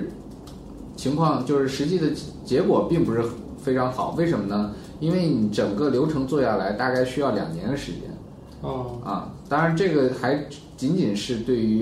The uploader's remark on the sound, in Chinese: 本期节目为在张大妈办公区用录音笔录制，可能有街道上的杂音，请见谅。